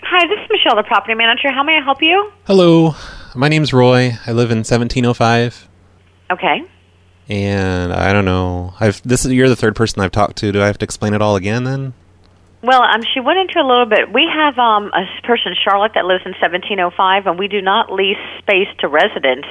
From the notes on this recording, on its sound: Prank Phone Calls Collection